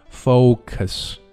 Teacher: 注意首先是一个清辅音然后后面是一个双元音 o 注意这个音要饱满、啊、同时会感觉嘴唇的逐渐的变圆 · 后面是一个音非常短的音、啊、非常弱